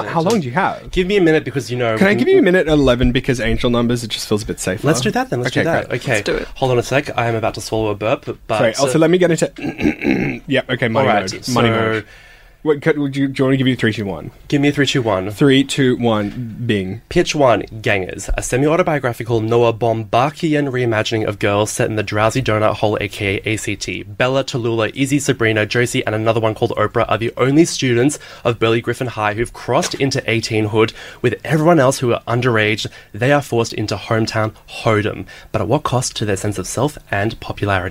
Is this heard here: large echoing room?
no